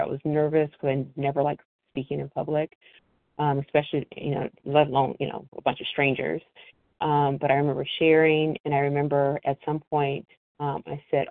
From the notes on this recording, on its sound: from the 100 Pounders Phone Meeting